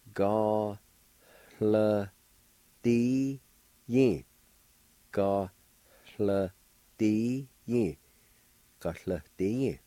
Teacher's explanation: there's a faint H or an aspirated sound